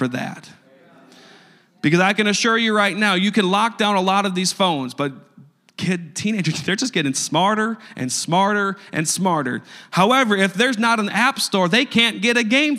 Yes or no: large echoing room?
yes